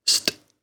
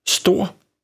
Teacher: ST-lyden udtales som SD og siger st, for eksempel stor.